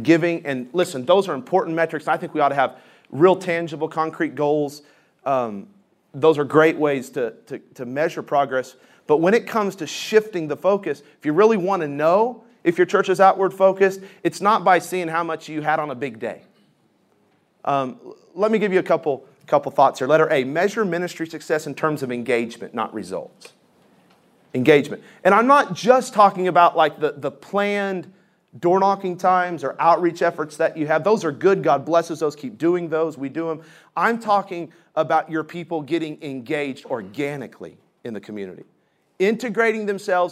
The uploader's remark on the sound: This session is from the Spiritual Leadership Conference in Lancaster California.